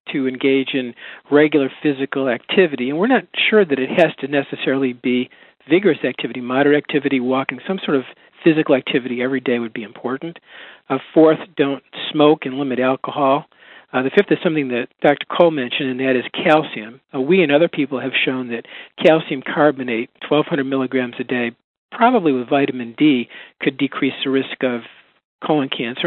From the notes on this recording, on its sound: July 2007 Author in the Room® Teleconference